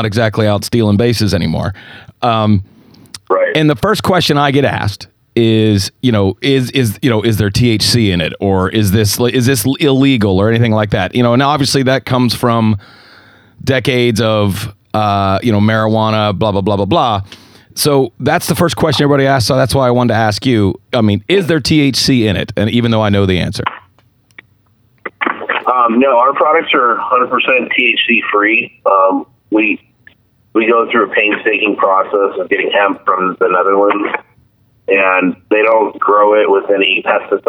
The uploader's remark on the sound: get him back on the phone